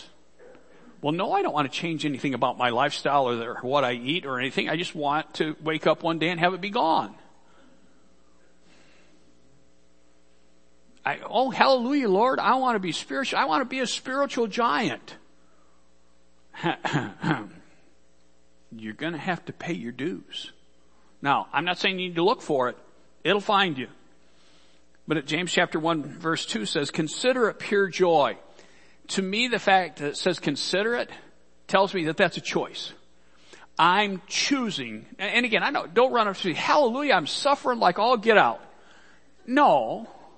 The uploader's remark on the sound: Worship Service - Audio